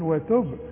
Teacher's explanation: الباء لازم تقلقل ما دام عليها السكون